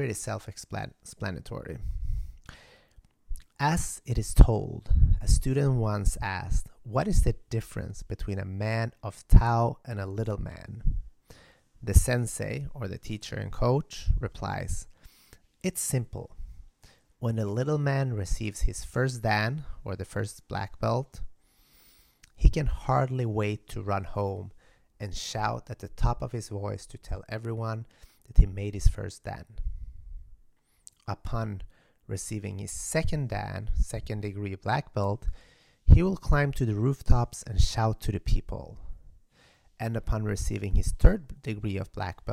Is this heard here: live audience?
no